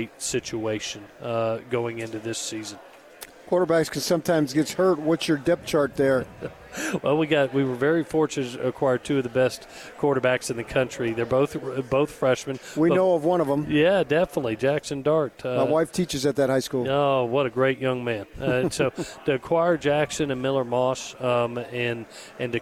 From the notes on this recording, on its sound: Spoke with The Zone on Tuesday afternoon LIVE from Pac-12 Media Day in Los Angeles, CA.